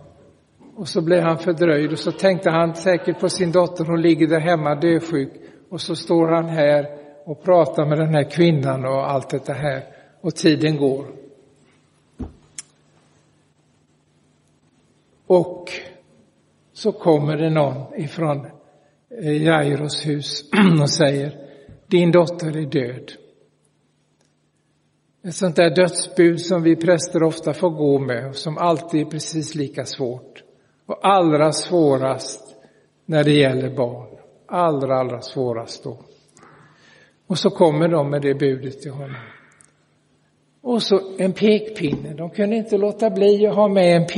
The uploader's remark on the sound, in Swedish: Inspelad i Roseniuskyrkan den 24 september 2023.